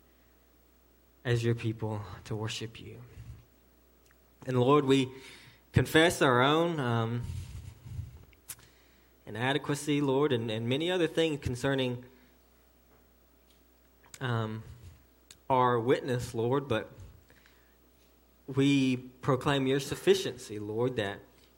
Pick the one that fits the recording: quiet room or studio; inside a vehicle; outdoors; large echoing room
large echoing room